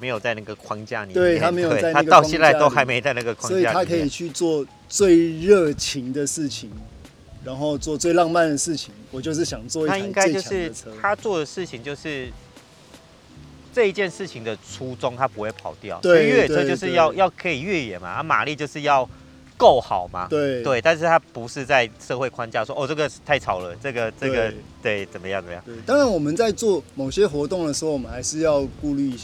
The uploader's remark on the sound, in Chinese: 所以騎完車 ，我們找個草原後，就這樣躺著 吹著風曬著太陽下，完成這次的錄音。當然戶外的音質不是最完美的，但有溫度～。